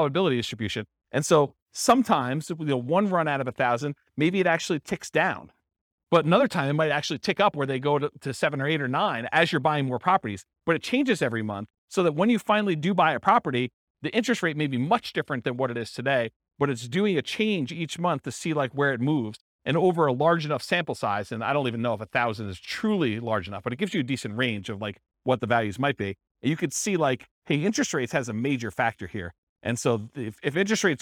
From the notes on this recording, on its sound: This was a live class recorded